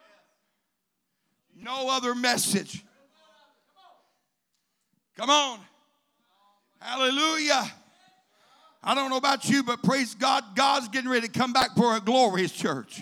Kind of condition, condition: setting, large echoing room